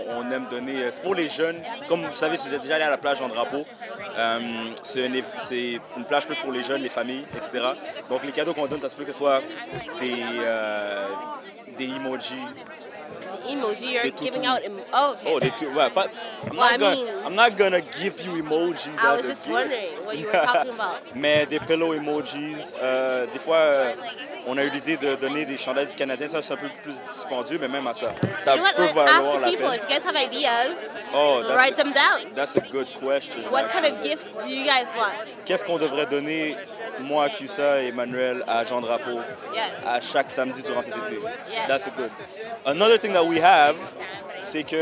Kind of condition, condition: setting, busy venue